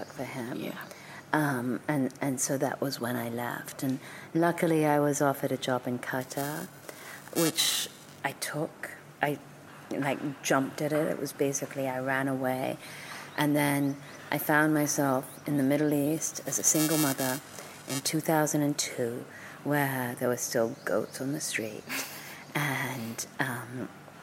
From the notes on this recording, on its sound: Little technical noise issue over this episode (bearable)